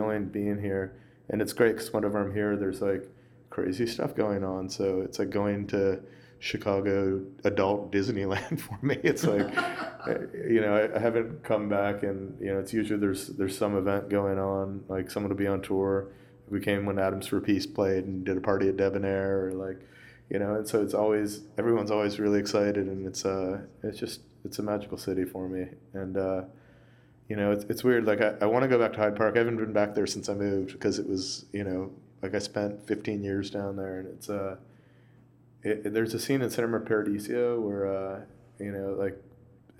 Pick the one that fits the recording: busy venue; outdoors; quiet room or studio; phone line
busy venue